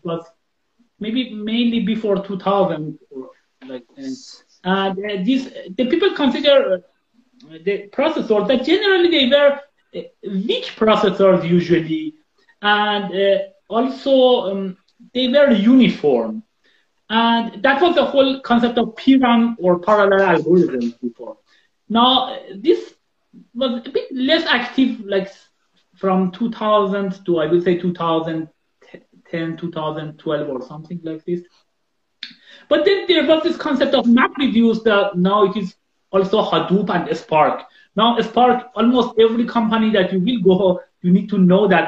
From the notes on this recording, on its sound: This is an Instagram Live